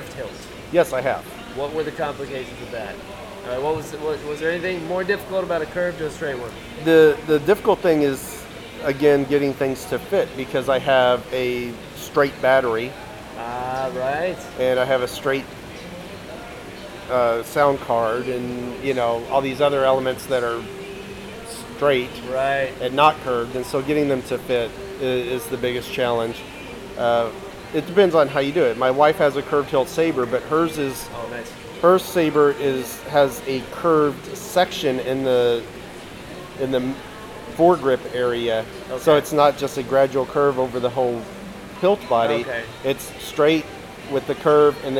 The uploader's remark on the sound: I apologize for the background noise/music/stuff. I was still getting the hang of the recorder at the time.